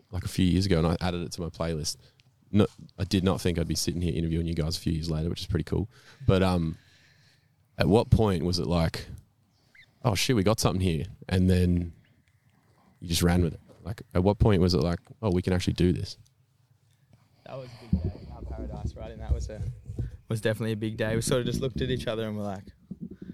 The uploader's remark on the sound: Live From The Backyard to have a chat and play a few of their originals